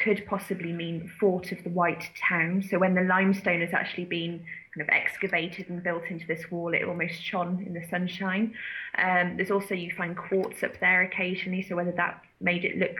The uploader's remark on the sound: Who are currently working on archaeological sites in Denbighshire north Wales, and they were kind enough to agree to speak to me via Skype.